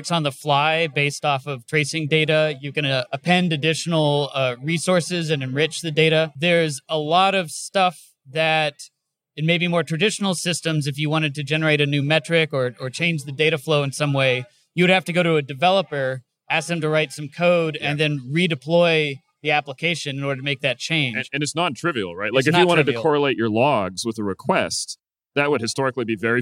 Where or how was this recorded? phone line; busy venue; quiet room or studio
busy venue